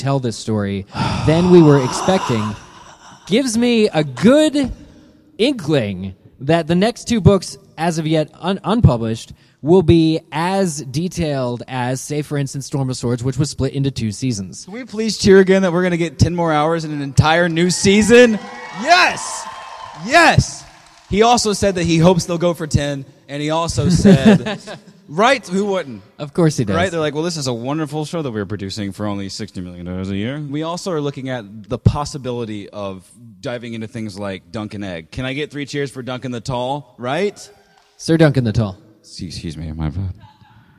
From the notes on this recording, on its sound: Live from GeekyCon 2015 in Orlando. Guided by listeners in the audience.